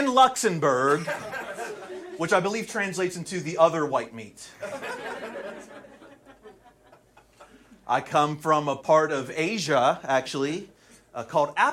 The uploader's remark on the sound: Recorded at Flappers Comedy Club in Burbank, CA